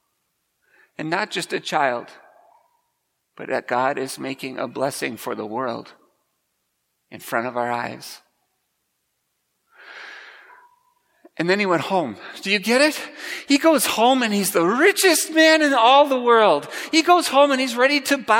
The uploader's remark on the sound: Preached at Grace Ev. Lutheran Church.